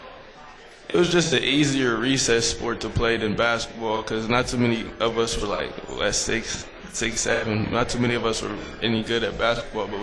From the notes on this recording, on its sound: LIVE from MOTOR Bar & Restaurant.